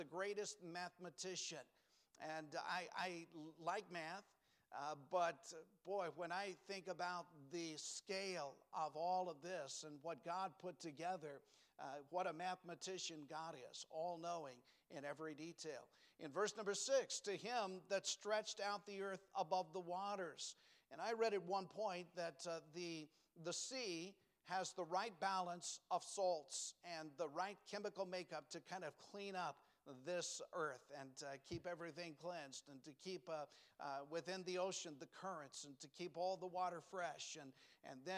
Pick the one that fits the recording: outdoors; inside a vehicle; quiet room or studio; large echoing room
large echoing room